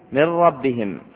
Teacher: تدغم النون الساكنة في الراء بدون غنة في مذهب جمهور أهل الأداء · Term: الإدغام بغير غنة